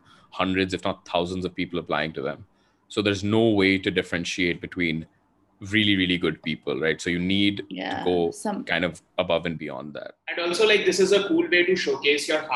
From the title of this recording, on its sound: A zoom-side chat